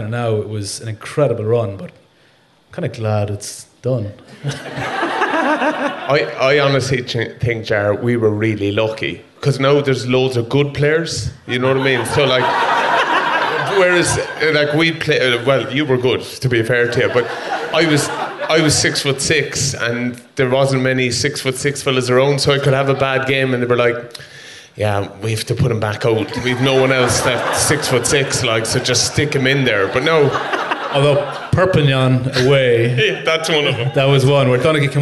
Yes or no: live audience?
yes